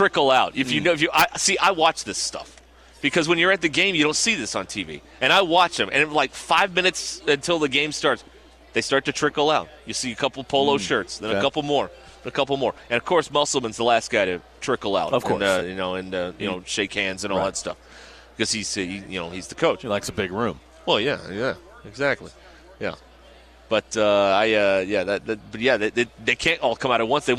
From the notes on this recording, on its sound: We are live at the NWA Boat and Outdoor Expo.